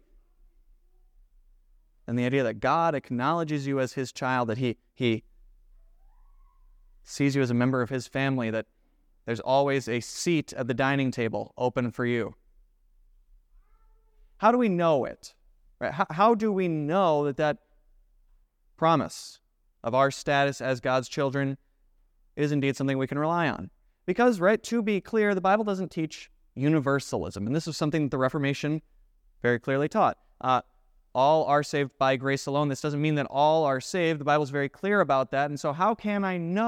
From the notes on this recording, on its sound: preached at Grace of God Lutheran on November 5,2023